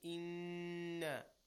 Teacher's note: Ghunna basically means a small stretch and a nasal sound. Over here, whenever we have a noon that is intense, mushadda, that has a shadda, a small W basically on top of it, we do a ghunna on top of it.